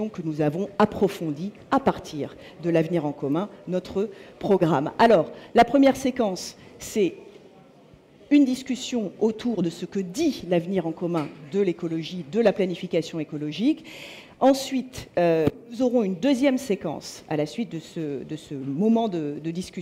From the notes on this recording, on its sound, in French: en direct de la journée de l&#039;écologie de la France insoumise